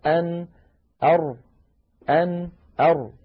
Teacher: يجد بأن الراء أعمق قليلا إلى الداخل، يعني لو كان هذا سقف الحلق وهذا اللسان، أن هنا أر تكون أعمق إلى الداخل قليلا، أن أر، أن أر، فالراء أعمق قليلا إلى الداخل. · Term: حرف الراء